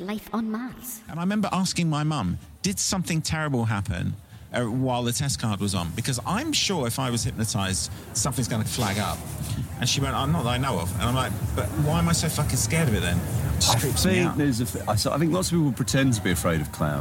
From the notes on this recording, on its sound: Joins us live from Edinburgh Fringe, hence the clear background noise of people having way too much fun in the daytime.